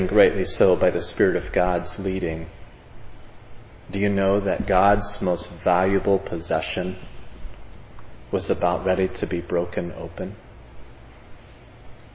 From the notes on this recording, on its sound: Was preached at Providence Church.